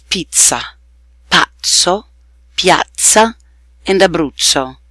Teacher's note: Double Z sounds just like a single Z, but held slightly longer.